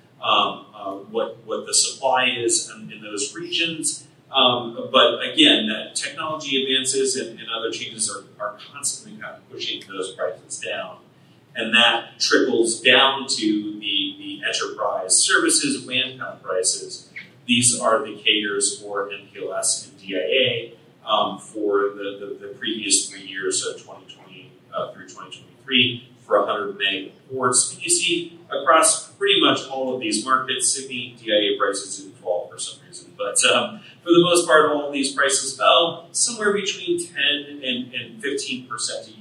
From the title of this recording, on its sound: LIVE from Ohio!